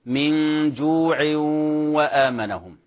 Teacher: على رواية حفص هنا فيها قصر بل دون القصر